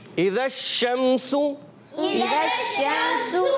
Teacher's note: حمزہ کو خوب واضح کر کے ادا کریں گے، تحقیق سے ادا کریں گے. تحقیق کہتے ہیں خوب ظاہر کر کے پڑھنا.